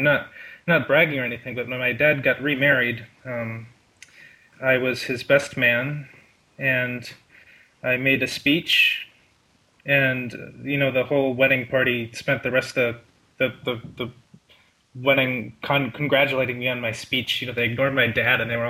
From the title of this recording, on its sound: Sunday Call In Show